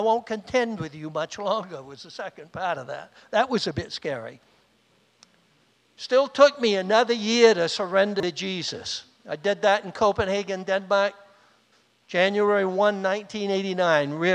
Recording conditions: large echoing room